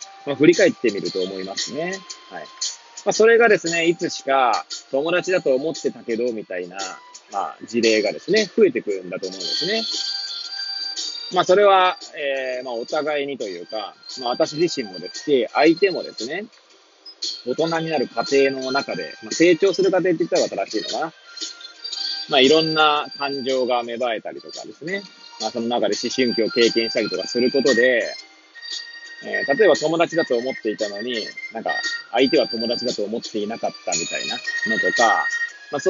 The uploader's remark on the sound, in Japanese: Airpods を付けた状態で、車中で収録しており、雑音などが入る可能性があり、ご容赦ください。